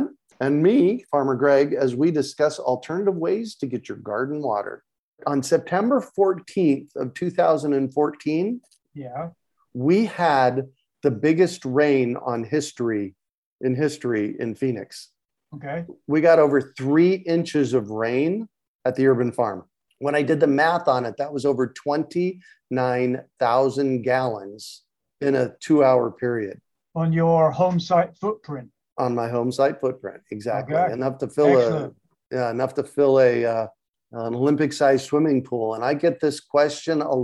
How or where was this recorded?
video call